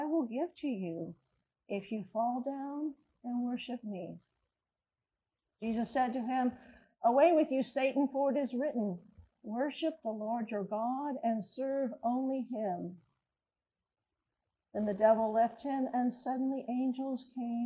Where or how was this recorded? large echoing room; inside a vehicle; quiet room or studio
large echoing room